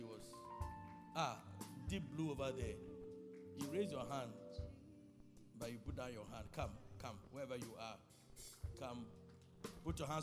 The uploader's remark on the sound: Preached at Loyalty House, Abbey, Dahwenya